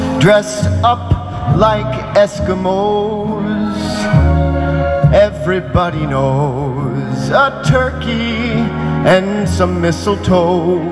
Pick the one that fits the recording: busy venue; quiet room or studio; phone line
busy venue